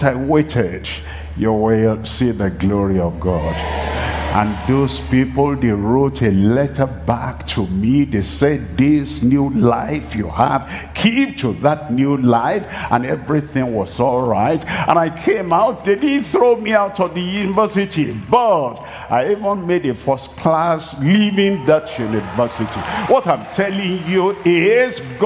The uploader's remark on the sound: live from Asaba, Nigeria